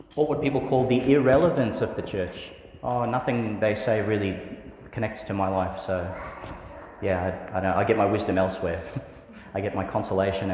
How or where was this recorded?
large echoing room